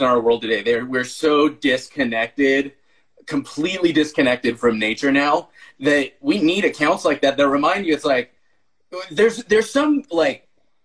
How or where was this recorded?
video call